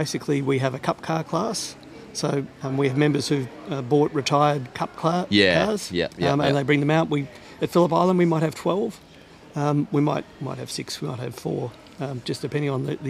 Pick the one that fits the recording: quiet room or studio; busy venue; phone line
busy venue